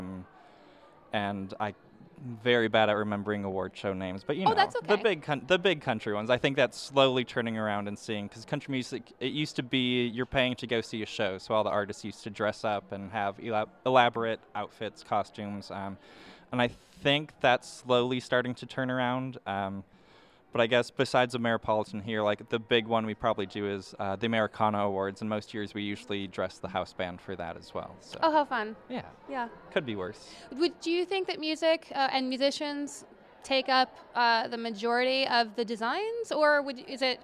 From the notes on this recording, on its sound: Live from the 5th annual Ameripolitan Awards